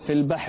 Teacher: رقق الباء في البحر، لا تقول في البحر، لا في البحر.